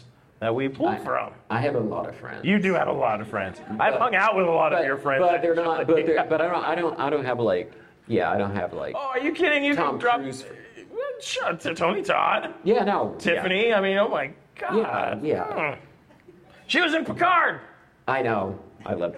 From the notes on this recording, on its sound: Live from the Colorado Festival of Horror. Catchup on stage.